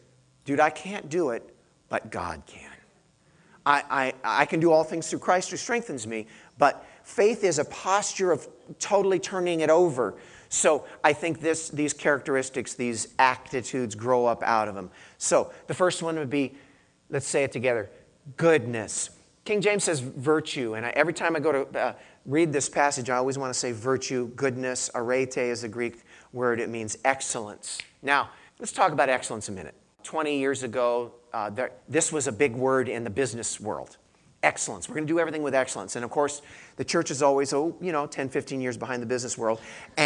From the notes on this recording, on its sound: I gave this message to our church in Santa Cruz.